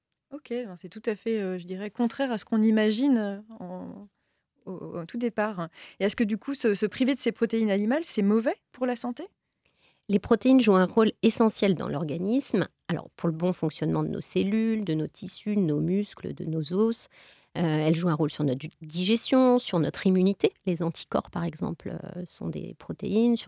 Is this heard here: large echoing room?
no